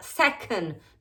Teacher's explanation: Second, acordaos, la C aspirada. Second, no second.